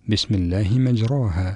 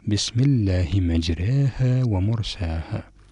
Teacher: طبعا إذا لم يكن بالإمالة قراءة مجراها سيتفخم الراء لأنه مفتوح، والألف أيضا يتأثر بهذا التفخيم بسم الله مجراها، ولكن عندما نميل بالألف وأيضا الفتحة التي على الراء ستكون كسرة، هذه الإمالة في النتيجة سيصحب الراء الترقيق · Shown in: second take